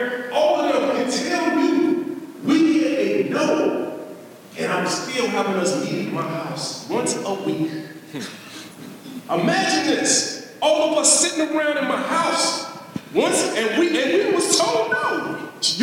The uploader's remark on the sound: In this live episode during the Make Real Estate Real Family Reunion. In this live episode during the Make Real Estate Real Family Reunion.